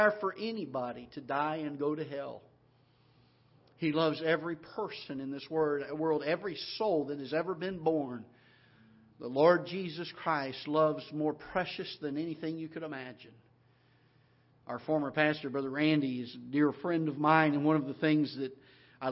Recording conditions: large echoing room